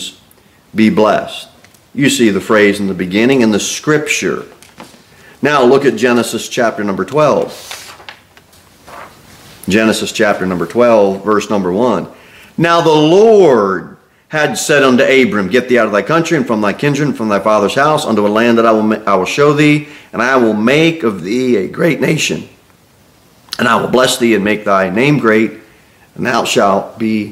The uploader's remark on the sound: Sermon delivered at Pilgrim Baptist Church on Sunday, February 11, 2024, at 2-15 pm.